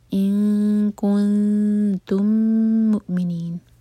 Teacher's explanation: یہاں پر ہے میم اور میم کا ادغام، ادغام متماثل، میم کو ہولڈ کیا جائے گا، اس کے بعد ہے م، میم کے بعد جو واو ہے اس کے اوپر ہے حمزہ، تو واو نہیں پڑھا جائے گا، حمزہ کا کٹ آف ساؤنڈ.